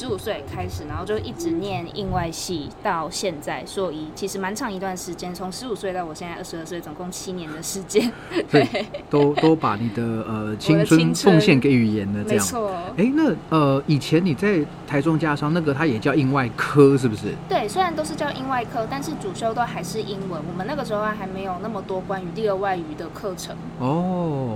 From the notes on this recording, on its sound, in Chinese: 流落街頭、戶外錄音QQ